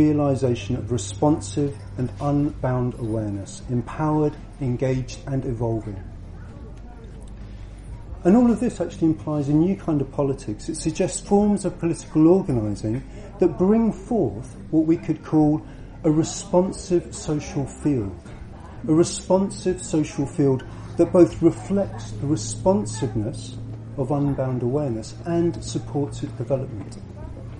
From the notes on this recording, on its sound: at the Buddhafield Festival July 2016